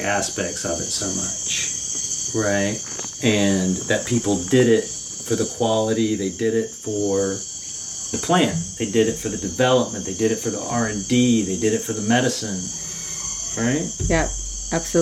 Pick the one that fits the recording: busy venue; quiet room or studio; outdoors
outdoors